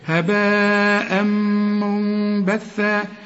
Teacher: ما هي النون ساكنه وبعدها به يحصل للنون اقلاب، نقلبها الميم ونخفيها ونغنها